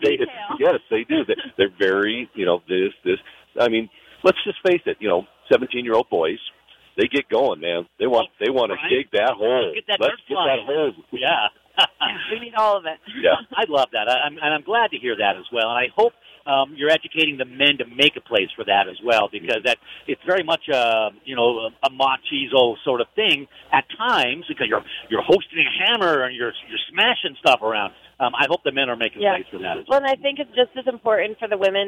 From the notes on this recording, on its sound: Builders Discuss Blueprint for Labor Shortage at Convention. We broadcast live from the Montana Contractors.